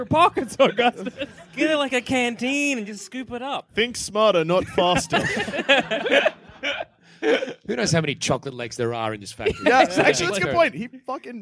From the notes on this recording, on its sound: Recorded from Melbourne Fringe in 2017.